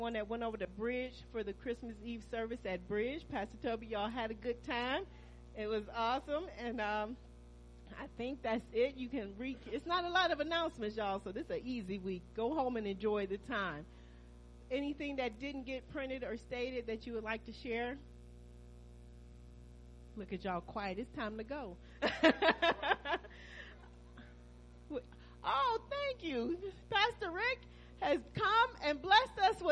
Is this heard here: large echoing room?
yes